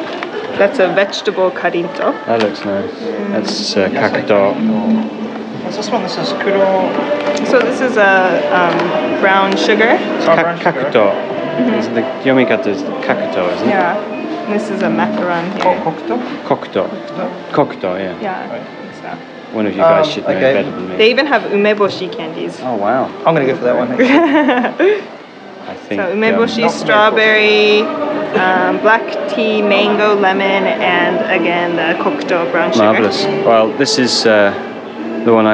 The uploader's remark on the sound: A special on location recording of the “Best Of Japan Tour” in Coredo Muromachi. The tour we went on is essentially a food tour with nibbles, you can hear our munching sounds on the podcast.